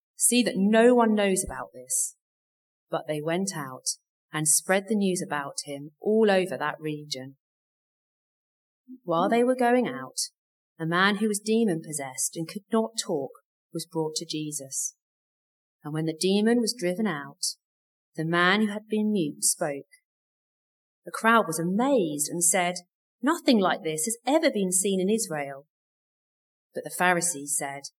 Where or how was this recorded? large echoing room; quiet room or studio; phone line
large echoing room